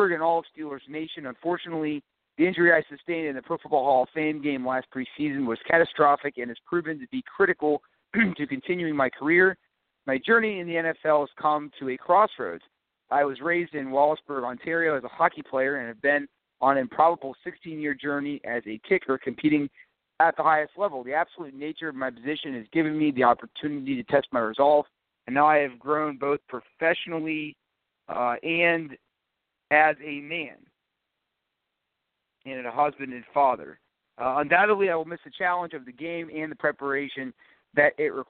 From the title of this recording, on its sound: Live call-in edition